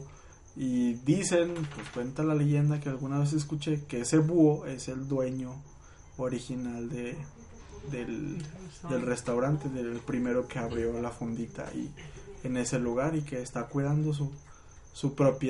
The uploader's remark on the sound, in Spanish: Disculpen los ruidos de fondo y las risas